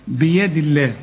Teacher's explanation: طبعا الدال مكسورة تبقى لفظ الجلالة مرقق